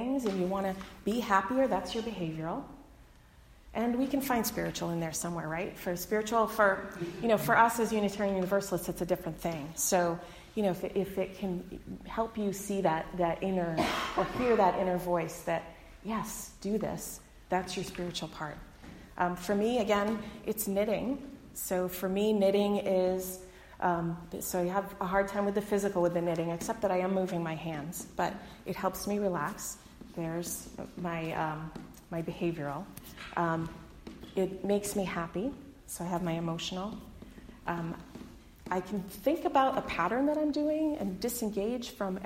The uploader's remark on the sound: delivered on Sunday, February 23, 2020 at the Unitarian Universalist Congregation in Andover